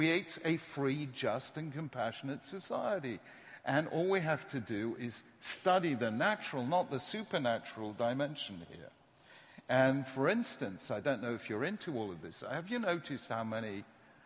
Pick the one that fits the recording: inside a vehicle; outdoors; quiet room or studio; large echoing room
large echoing room